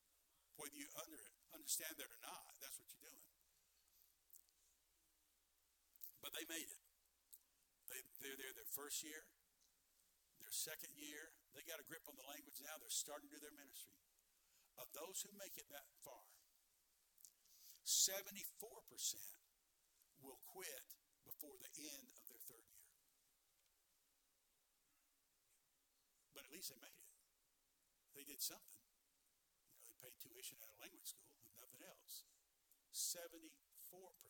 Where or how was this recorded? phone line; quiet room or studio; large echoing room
large echoing room